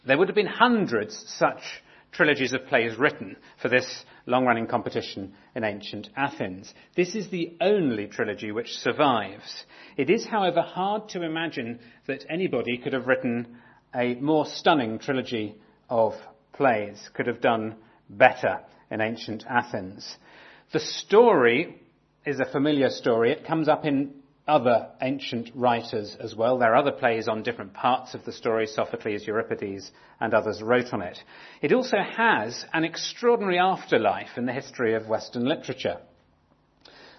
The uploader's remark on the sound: talk on the murder of Abel in Genesis 4 from our 2017 conference